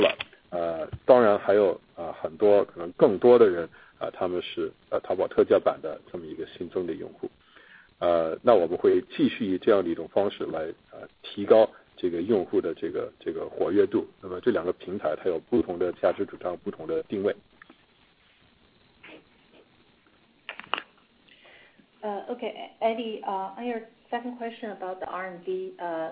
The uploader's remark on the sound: Earnings Conference Call